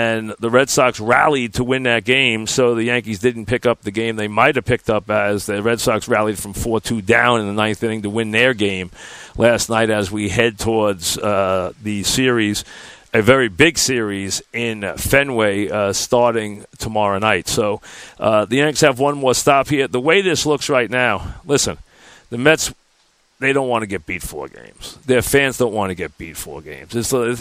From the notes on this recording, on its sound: Live from Citi Field once again as we wrap up the 2017 Subway Series.